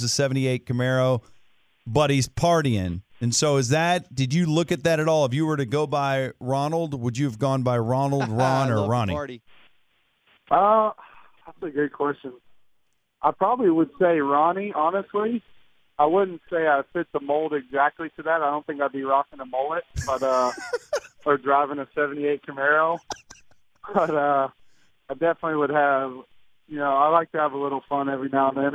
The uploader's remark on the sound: called in to the Ben and Skin show